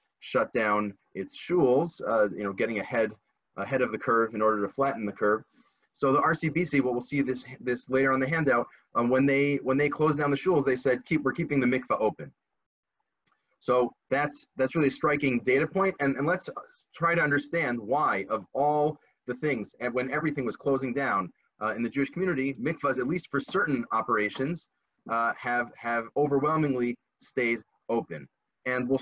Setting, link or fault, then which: link, video call